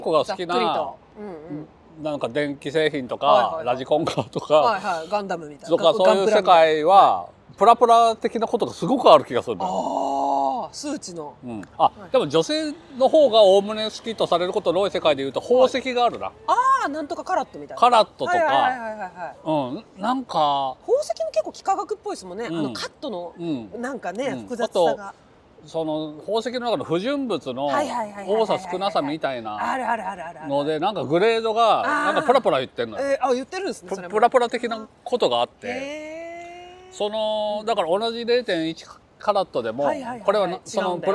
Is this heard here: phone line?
no